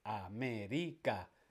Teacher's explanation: El acento está en la antepenúltima. América. · Term: esdrújula